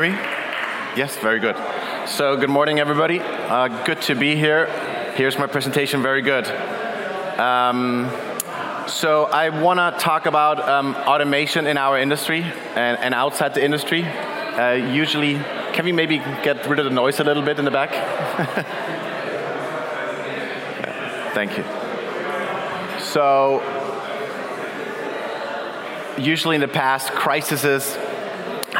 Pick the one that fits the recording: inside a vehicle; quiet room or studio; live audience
live audience